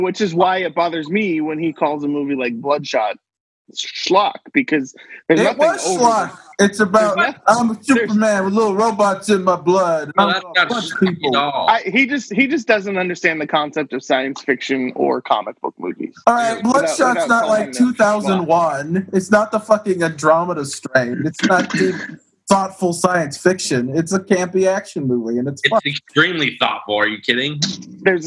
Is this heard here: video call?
yes